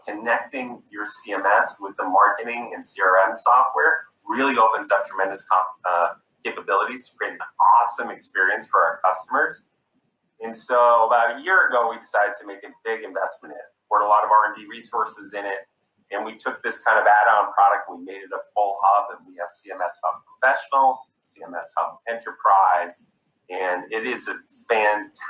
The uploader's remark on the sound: a virtual fireside chat